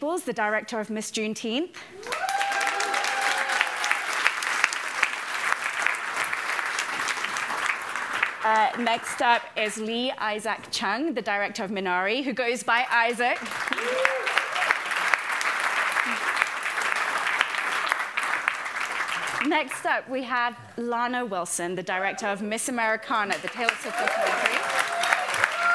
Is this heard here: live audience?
yes